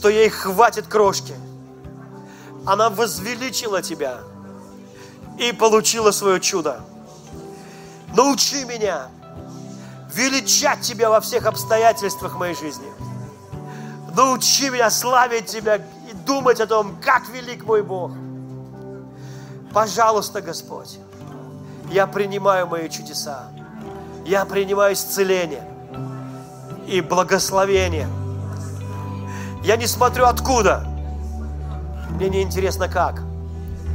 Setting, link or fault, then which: setting, large echoing room